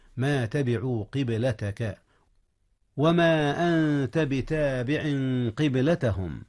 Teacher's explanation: نعم، قلقلة الباء، والباء من أحرف القلقلة